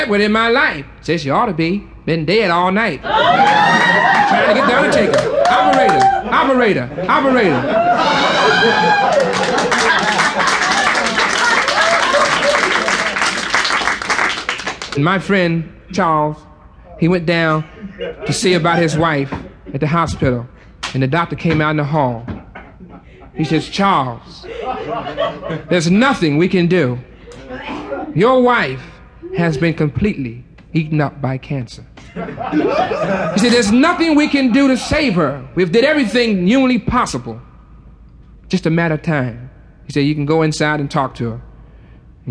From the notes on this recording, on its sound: The listener can hear the audience holding their breath in the background and finally exploding with laughter when the punch line hits.